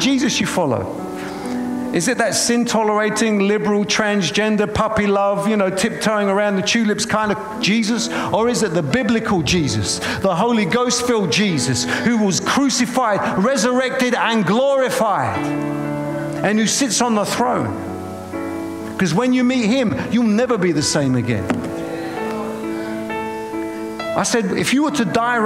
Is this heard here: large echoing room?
yes